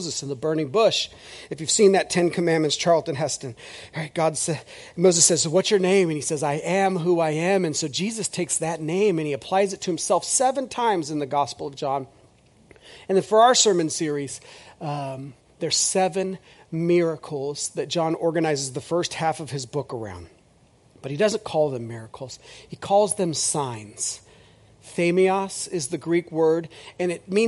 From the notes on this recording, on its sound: This is audio ripped from the Live Service video.